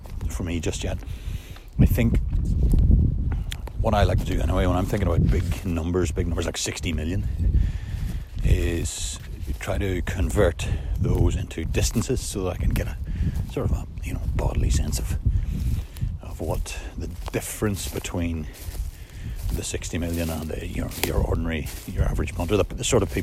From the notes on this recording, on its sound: back in the rather blustery woods (apologies for the sound quality)